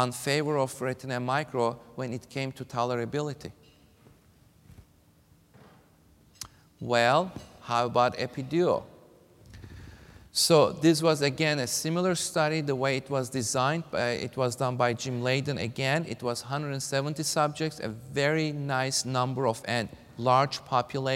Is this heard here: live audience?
yes